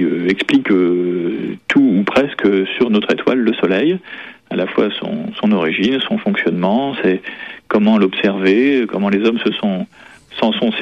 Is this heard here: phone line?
yes